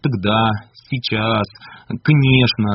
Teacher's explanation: У нас здесь, в Иркутске, глотаются первые гласные. Мы очень часто говорим «тогда», «сейчас», «конечно».